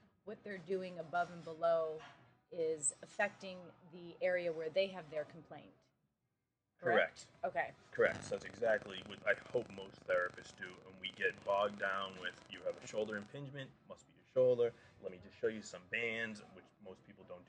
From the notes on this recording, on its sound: This episode was literally recorded while. Having lunch a the Titleist Performance Institute's Level 1 certification course in Rhode Island.